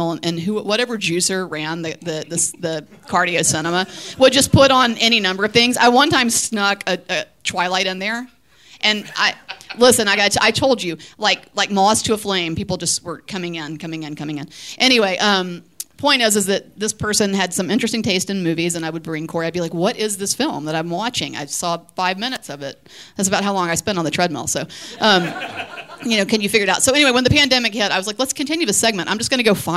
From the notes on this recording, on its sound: LIVE at the 2023 Sidewalk Film Festival. Recorded Live by Boutwell Studios.